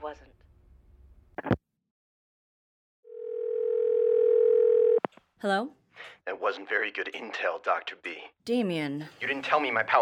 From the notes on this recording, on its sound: Phone conversations